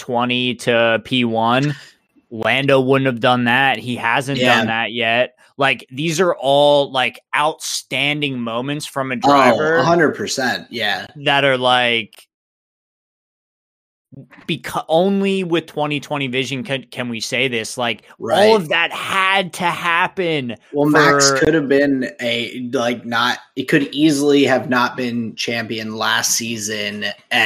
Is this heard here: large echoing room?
no